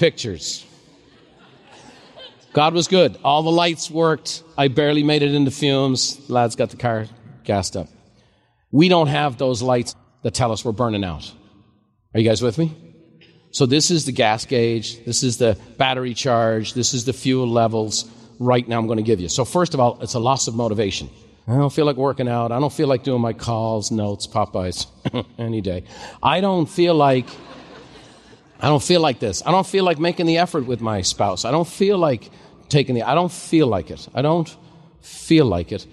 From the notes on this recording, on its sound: a special live recording